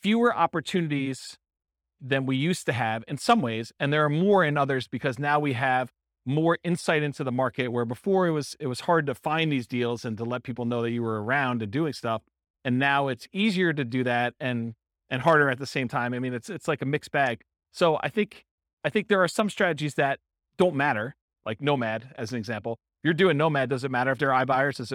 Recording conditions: live audience